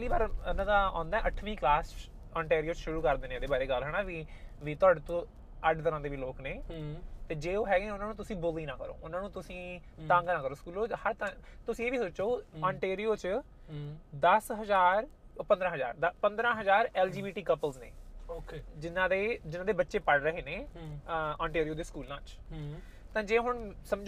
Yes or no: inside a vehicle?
yes